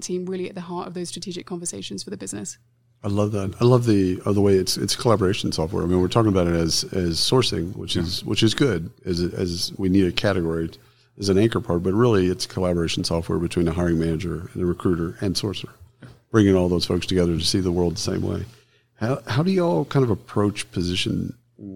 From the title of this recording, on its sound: Live from SHRM Talent